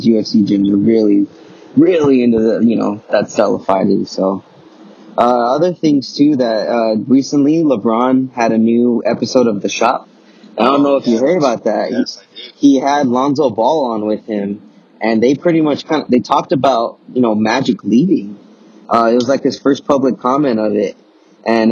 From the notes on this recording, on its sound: Excuse the low audio quality. Record this episode while on the road to Petco Stadium in San Diego to see the Dodgers play the Padres.